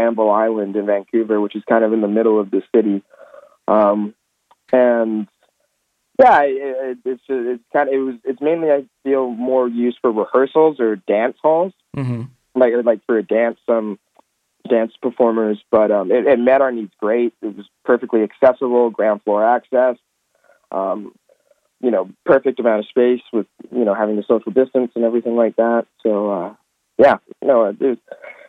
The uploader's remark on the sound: From the Vancouver Adapted Music Society (VAMS) over the phone.